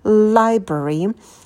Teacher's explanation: На звуке «л» сидим подольше, растягиваем его.